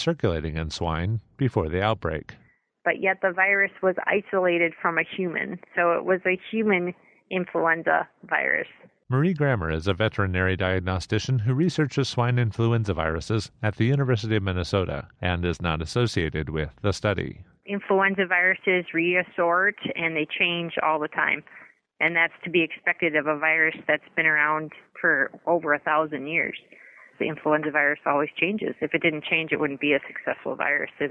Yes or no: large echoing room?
no